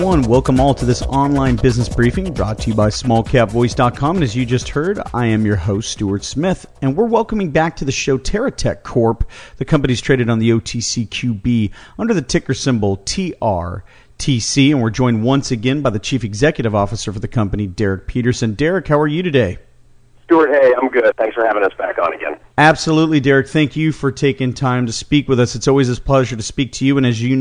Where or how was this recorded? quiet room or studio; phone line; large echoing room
phone line